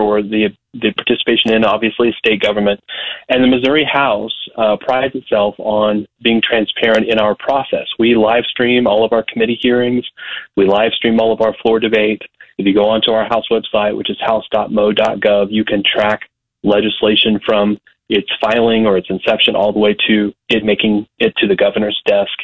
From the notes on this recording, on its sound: calls in from the Newton County Bean Feed